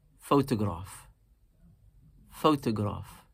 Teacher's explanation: Three syllables, and naturally we slightly emphasize the first one, photograph, that is nabr.